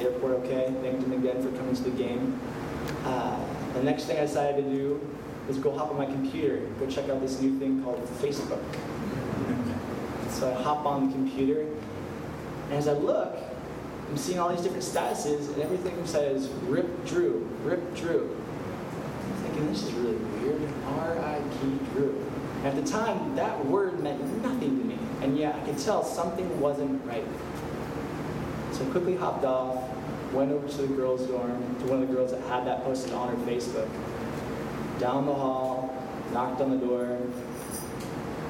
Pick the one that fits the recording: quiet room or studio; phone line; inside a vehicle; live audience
live audience